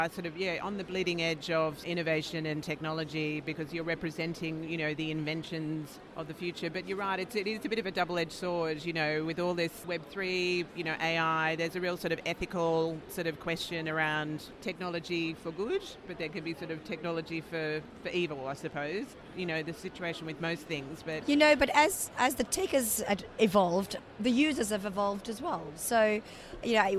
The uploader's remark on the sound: Took the podcast on the road to the INTA Annual Meeting in Singapore. We hosted our podcast studio at the Billtrader Expo Booth.